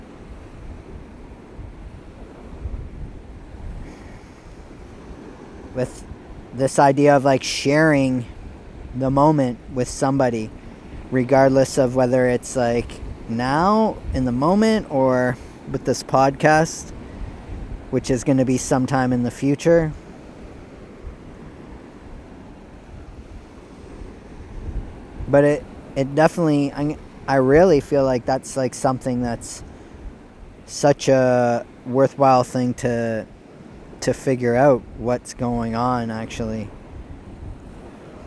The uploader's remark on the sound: Recorded Live unedited on the east beach of point pelee national park. Kayaked 40 minutes from the marsh Boardwalk. When I awoke I recorded this.